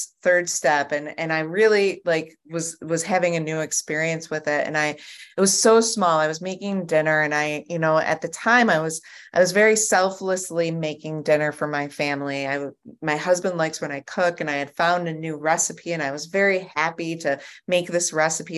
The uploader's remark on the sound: at the Grace Group Zoom Series in Hattiesburg, MS.